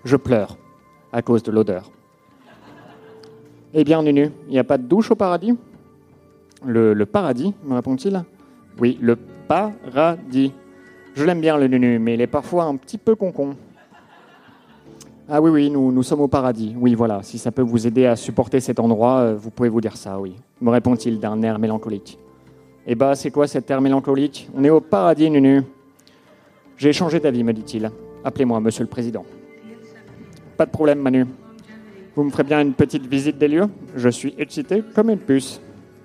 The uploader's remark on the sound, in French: Enregistré en direct et en public à l'occasion de la soirée spéciale 100ème du One More Joke.